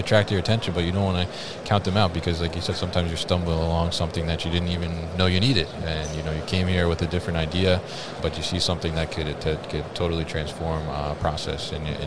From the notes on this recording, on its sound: MODEX 2022 Special Episode. Joined live at MODEX 2022.